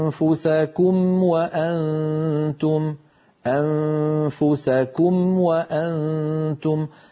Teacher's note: وتنسون أنفسكم وأنتم، أنفسكم وأنتم، هكذا بسلاسة وتلقائية ننتقل من الميم الساكنة إلى الواو